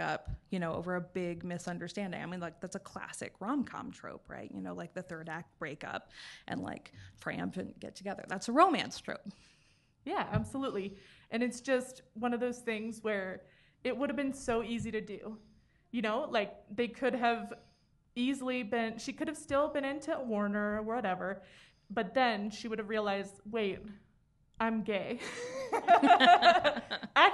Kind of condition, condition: setting, live audience